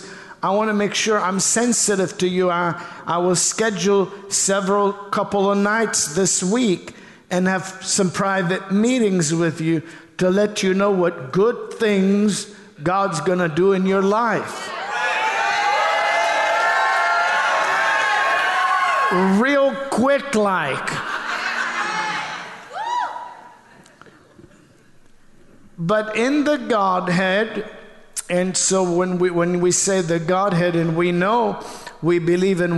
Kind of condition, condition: setting, large echoing room